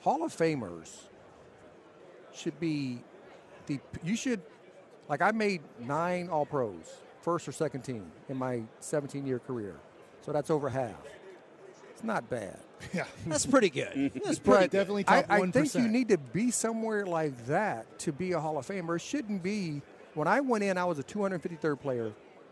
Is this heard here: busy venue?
yes